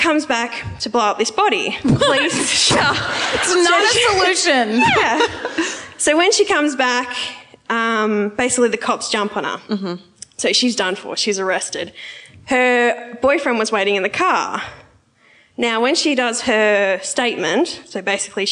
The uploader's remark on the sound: Live at the Comedy Theatre. This week’s My Favorite Murder comes to you live from the Comedy Theatre.